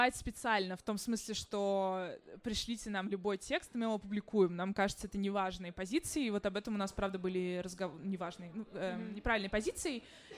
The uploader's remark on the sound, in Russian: Открытая запись подкаста «Горячая ультрасовременность» о тонком литературном журнале «Незнание» прошла на трехлетии курсов WLAG (Write Like a Grrrl)в баре «Ровесник» (Москва).